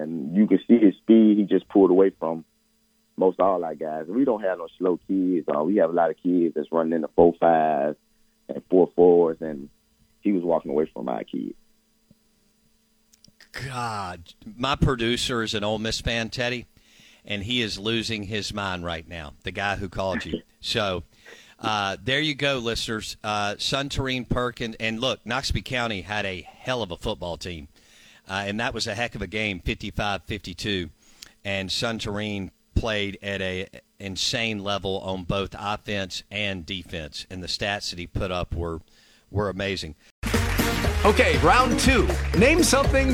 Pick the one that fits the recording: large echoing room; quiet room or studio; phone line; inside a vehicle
phone line